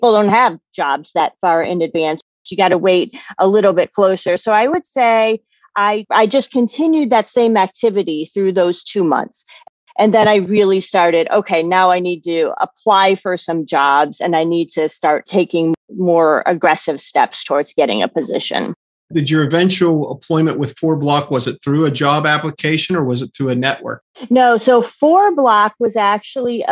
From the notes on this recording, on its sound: interview (via Zoom)